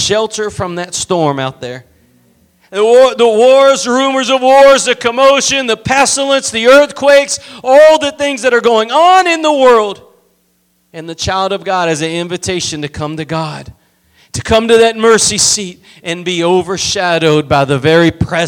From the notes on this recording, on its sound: Preached at Gospel Lighthouse in Bossier City, La.